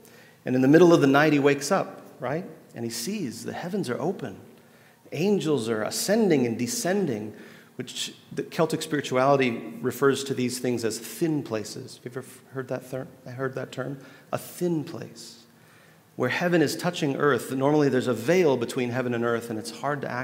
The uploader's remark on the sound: at The Table Worship gathering